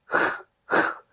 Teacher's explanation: la lettre russe Kh est ce qu'on appelle une consonne fricative vélaire sourde. C'est un terme assez compliqué pour dire qu'en fait, en phonétique, c'est un H très aspiré. · en phonétique, c'est un H très aspiré. C'est un son qui est semblable au chat lorsqu'il crache, quand il est énervé.